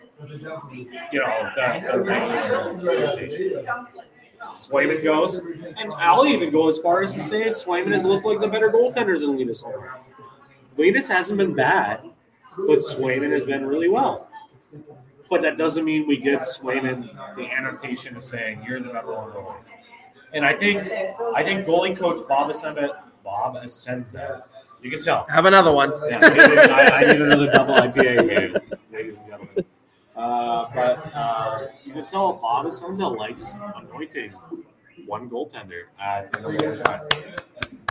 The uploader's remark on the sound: Right from Back Hill Beer Company! The audio is a bit wonky due to the live event, so bare with us!